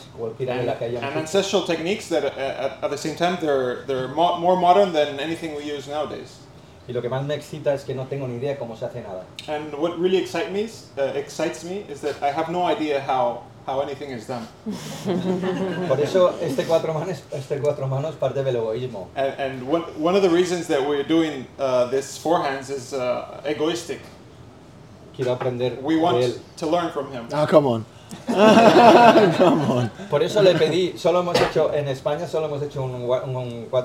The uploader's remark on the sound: recorded a live Q&A